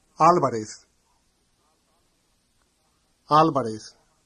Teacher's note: In Spain, the Z is pronounced like the English TH, in the words think and teeth. The V is pronounced like an English B.